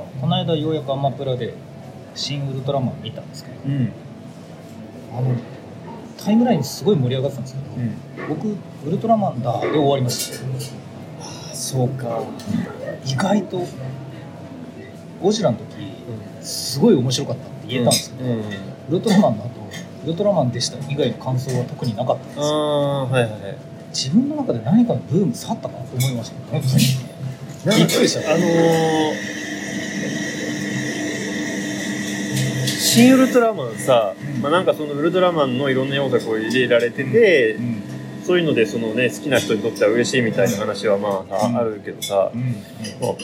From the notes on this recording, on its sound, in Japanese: 11月末に札幌の喫茶店で収録した音声を配信します。